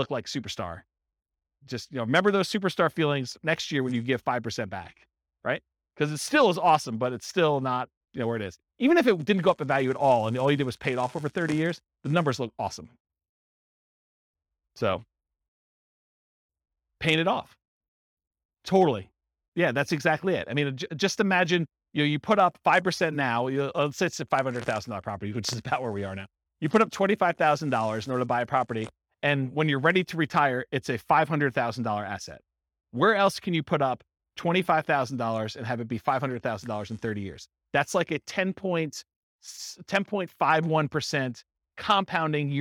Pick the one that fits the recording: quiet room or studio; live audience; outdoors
live audience